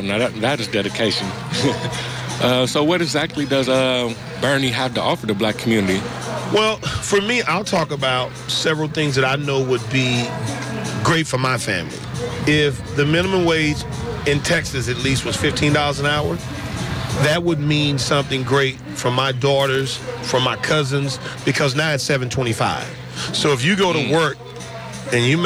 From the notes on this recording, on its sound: interviews from the Malcolm X JazzArts Festival held in San Antonio Park in Oakland